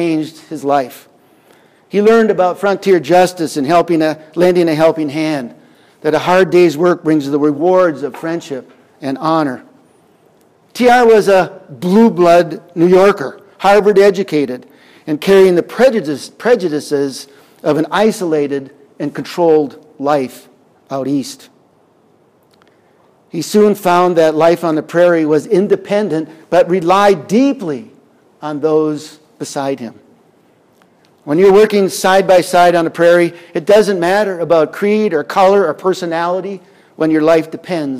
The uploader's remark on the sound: Audio recorded on June 15th, 2021 at Wisdom Chain Day in Medora, ND.